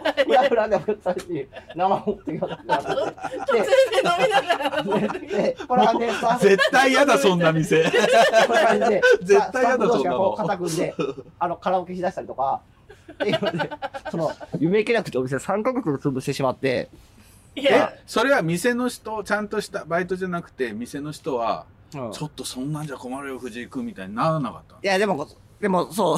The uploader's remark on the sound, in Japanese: 場所は氏が関西遠征の折、定宿としている大阪・西成。東南アジアのゲストハウスのような佇まいの釜ケ崎芸術大学の軒先をおかりして、事前収録したインタビュー。